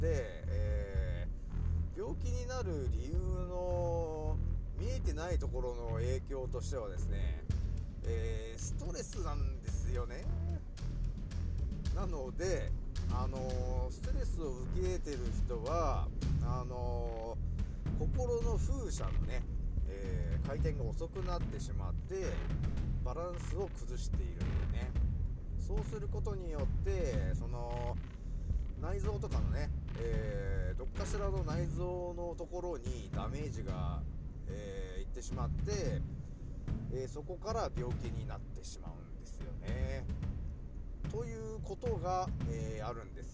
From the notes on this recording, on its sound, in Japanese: 少し音声が小さくなってしまいました。すまん。